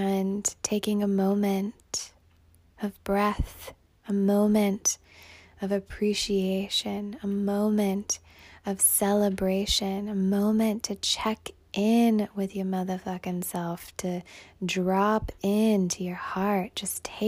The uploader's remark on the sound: a human with a phone recording this Podcast for you right now